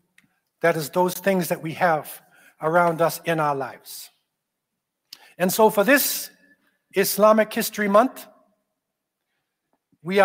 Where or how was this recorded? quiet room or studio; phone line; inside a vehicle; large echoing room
large echoing room